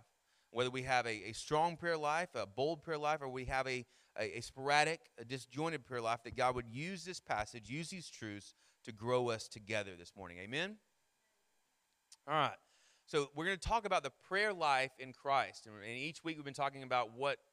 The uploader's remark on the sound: Sermon Audio from our Worship service